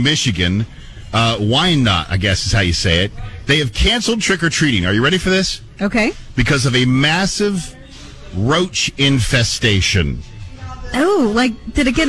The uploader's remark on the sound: Halloween party LIVE from Dunkin 9705 N. May Ave.